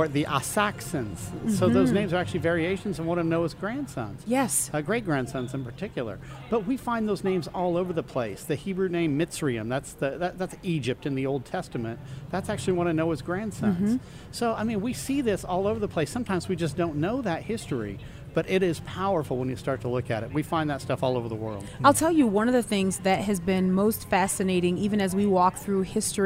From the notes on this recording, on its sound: LIVE from the Creation Museum Day 2